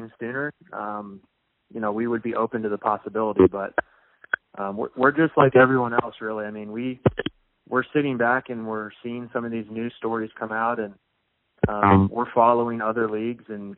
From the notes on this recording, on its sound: spoke to reporters on a conference call